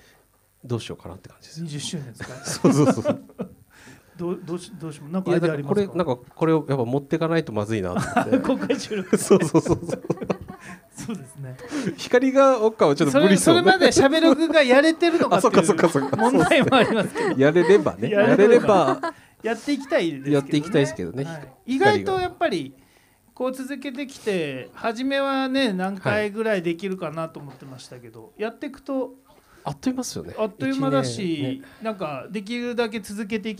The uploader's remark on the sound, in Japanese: Studio baco10周年パーティにて公開収録を行いました。